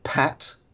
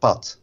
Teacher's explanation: a Dutch person would say something like pat with no aspiration on the initial p sound · Shown in: second take